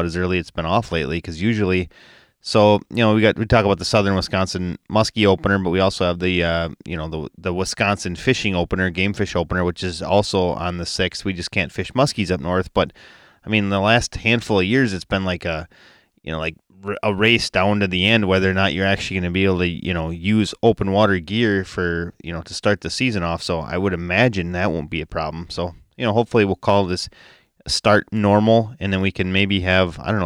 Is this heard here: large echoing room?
no